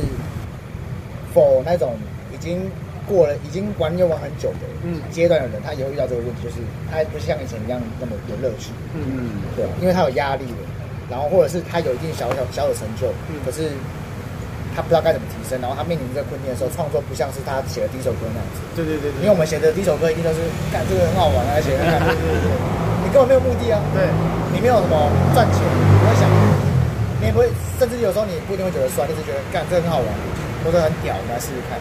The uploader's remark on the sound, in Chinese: 錄音地點：台南 牽咖啡。